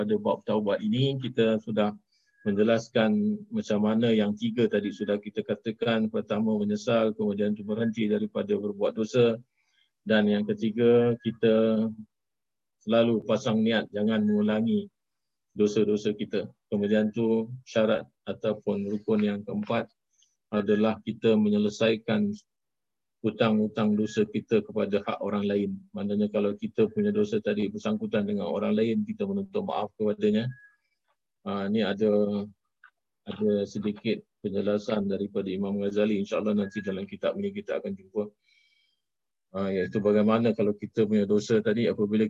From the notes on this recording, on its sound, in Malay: Rakaman zoom pada setiap Sabtu 5 ptg (waktu Singapura)